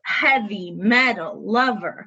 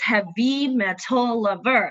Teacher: the way that heavy metal lover is pronounced in American English is in each of those words, the emphasis is on the first · Shown in: first take · syllable, heavy metal lover. · Term: trochees